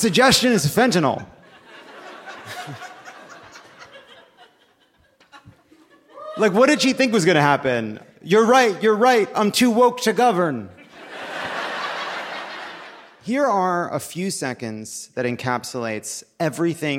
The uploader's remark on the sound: Live from Chattanooga!